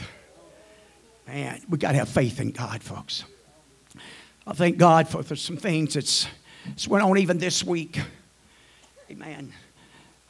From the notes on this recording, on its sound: at the First Jesus Name Church of Benndale on the Wednesday night of 10 - 11 - 2023.